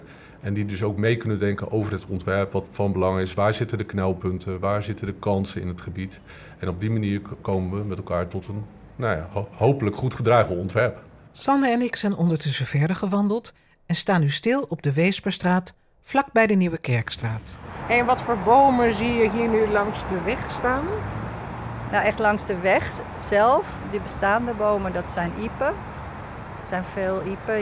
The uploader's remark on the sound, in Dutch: Knowledge Mile Wandeling. In deze aflevering wandelen we door het gebied.